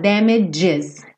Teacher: Esse G, ele é J. Pensa num D com J, J.